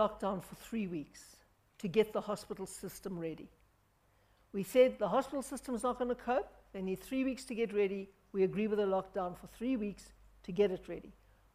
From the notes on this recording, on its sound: The third BizNews Conference in the Drakensberg. Answered questions posed to her by delegates at the conference.